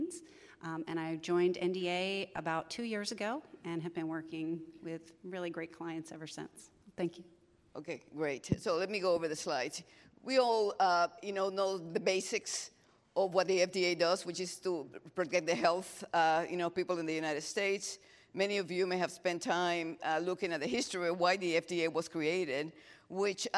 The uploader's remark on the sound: In this session recorded at CMO Summit 2022